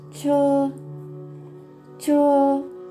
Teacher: 口の中で舌を上に反り上げてその両脇から「シッ」という風に発音します